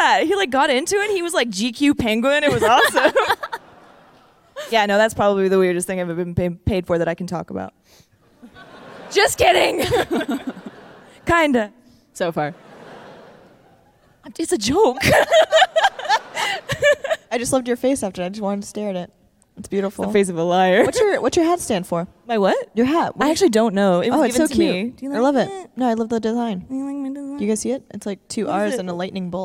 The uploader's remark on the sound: live from RTX!